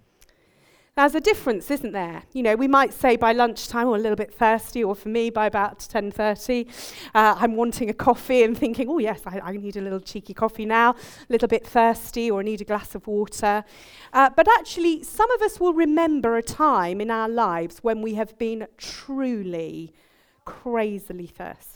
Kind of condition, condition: setting, live audience